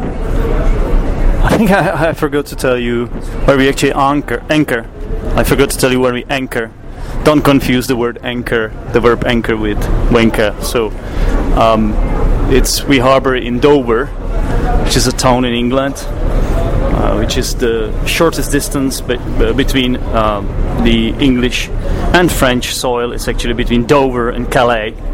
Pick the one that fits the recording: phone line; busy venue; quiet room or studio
busy venue